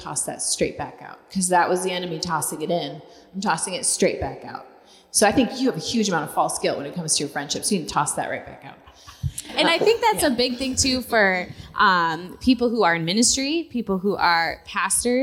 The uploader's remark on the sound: LIVE at the Living in Conference. The women's conference was a huge success.